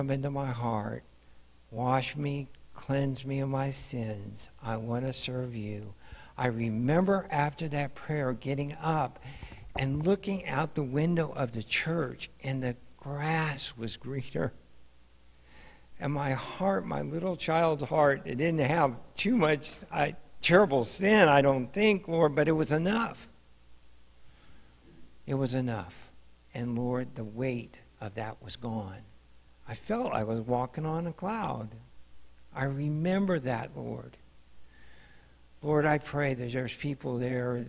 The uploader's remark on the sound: Mt. Zion Church Live!